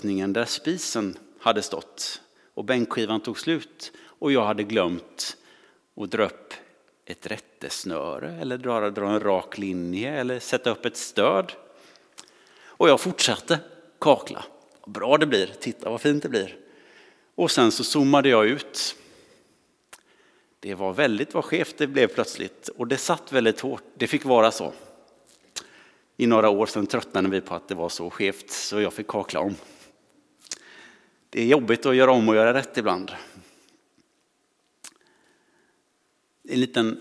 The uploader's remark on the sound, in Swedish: Inspelning från Immanuelskyrkan Skövde.